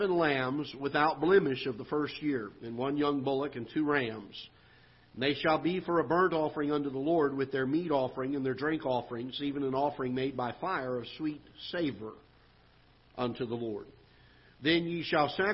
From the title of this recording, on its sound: Ketha Heights Baptist Church ~ Live Broadcast